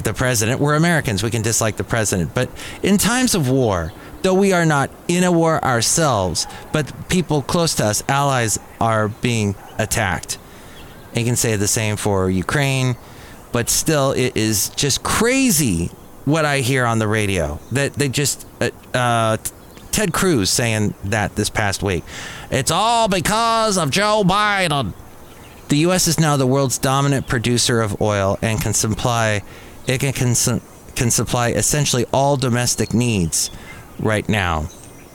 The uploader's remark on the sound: podcasts live from Café Anyway